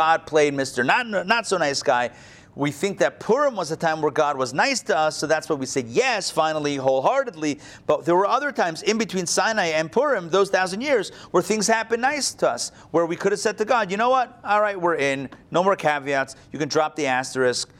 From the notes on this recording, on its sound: Recorded live at the Intown Jewish Academy on March 14, 2022